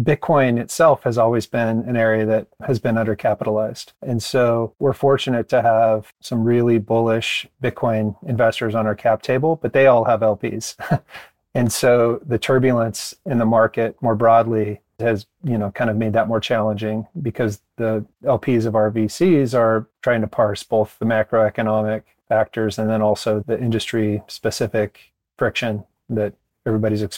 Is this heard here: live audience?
no